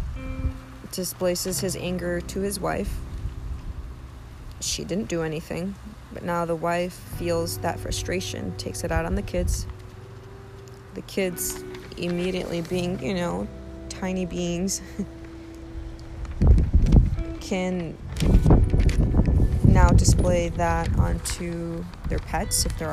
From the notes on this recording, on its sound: I do apologize for the wind, it definitely wanted to make itself known